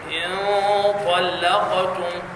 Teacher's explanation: فخم الغنة لوقوع الحرف المفخم بعد النون الساكنة · Term: غنة مفخمة